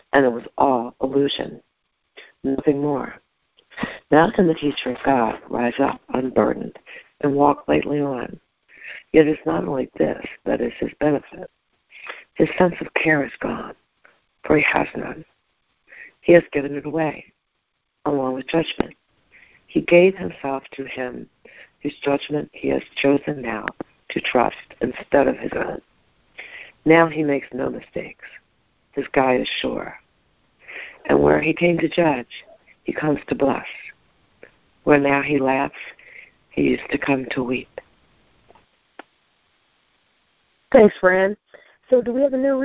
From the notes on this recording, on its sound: ACIM Daily TEXT Conference Call.